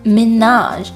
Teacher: 最后的字母 J 发一个很轻很轻的 R 就可以了